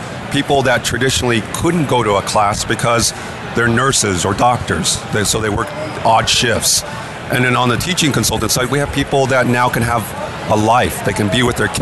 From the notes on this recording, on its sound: Reports live from the show floor of TechCrunch Disrupt SF 2016 talking with hot startups and technologists who are premiering their businesses at this stellar event that hosts over 5,000 attendees over 3 days.